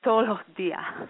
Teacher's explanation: Like in Andalusia, they don't pronounce the last consonant. For example, instead of saying, for example, todos los días, which means every day.